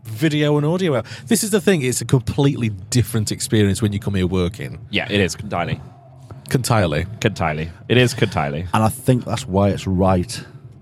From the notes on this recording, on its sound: We sit down at Bloodstock